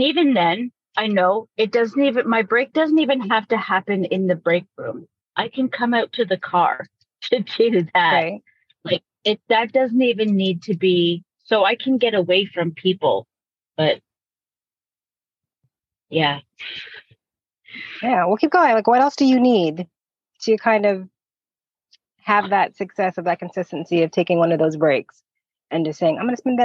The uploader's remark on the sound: During this live coaching call